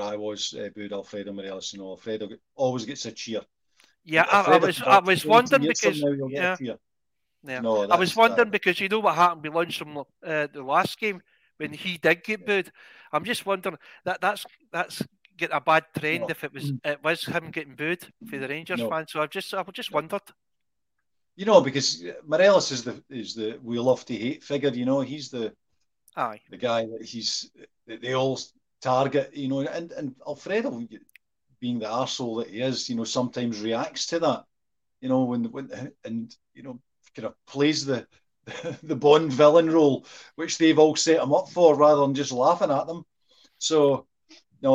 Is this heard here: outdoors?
no